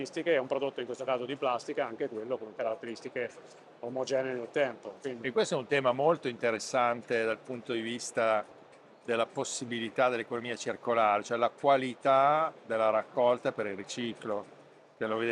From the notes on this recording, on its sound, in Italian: registrato durante la 25° edizione di Ecomondo, alla fiera di Rimini